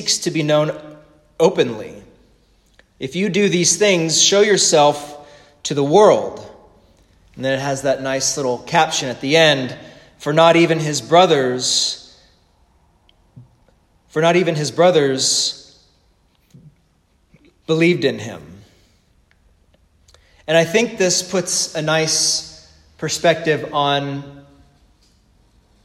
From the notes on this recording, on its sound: The sermon preached at the Divine Service